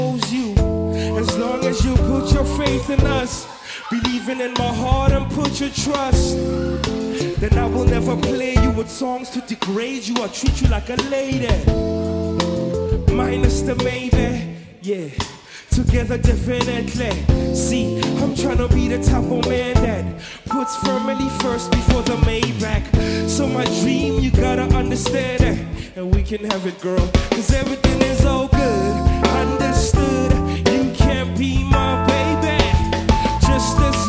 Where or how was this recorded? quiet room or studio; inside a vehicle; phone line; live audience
live audience